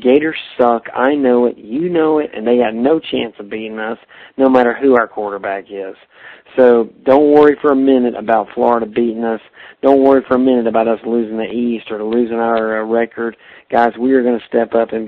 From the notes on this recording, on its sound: We had to phone these shows in from an audio-blogger platform! We could only record five minutes at a time, so we split it up into two parts.